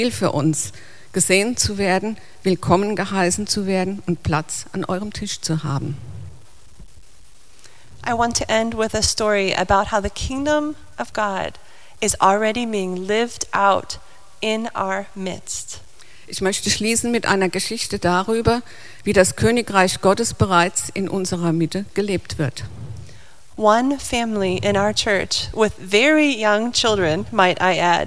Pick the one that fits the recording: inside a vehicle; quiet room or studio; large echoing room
large echoing room